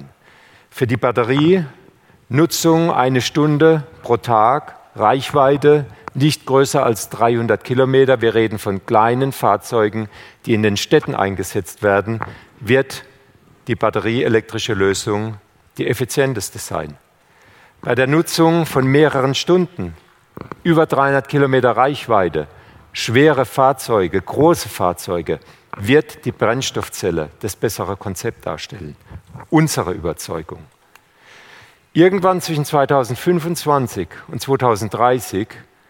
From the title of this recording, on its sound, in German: beim auto motor und sport Kongress 2019